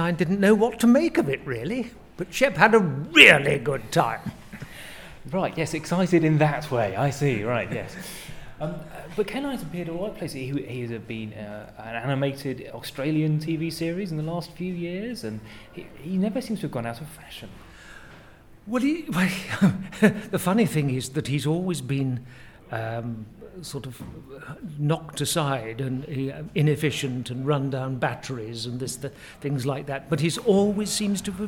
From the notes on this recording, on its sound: Interviews we recorded at Big Finish Day 3. Interviews we recorded at Big Finish Day 3.